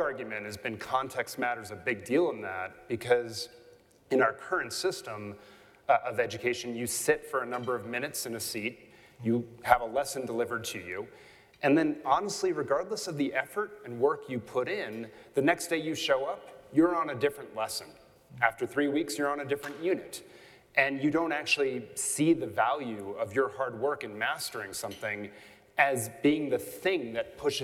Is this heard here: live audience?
yes